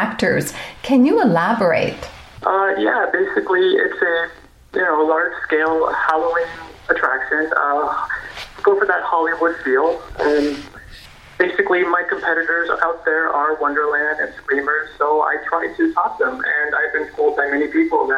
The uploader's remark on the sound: via phone